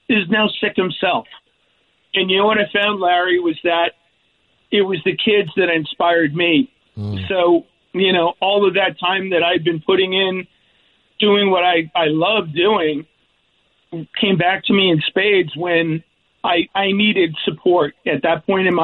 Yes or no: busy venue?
no